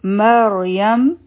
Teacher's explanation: میم به نری وي، را به غټه وي، نو اوله به مونږ د میم سره را یو ځای کړو، نو دا به شي مر، او بیا به یو میم یو ځای شي، نو دا به شي یم.